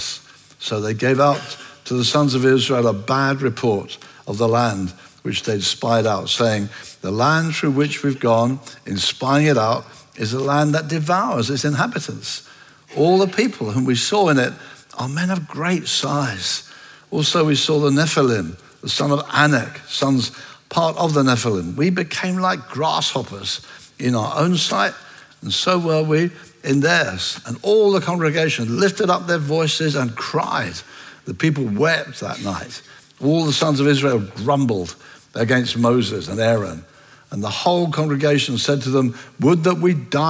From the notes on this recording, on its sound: at Common Ground Church Rondebosch on the 25th of February 2024